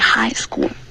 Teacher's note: High school,重音是 high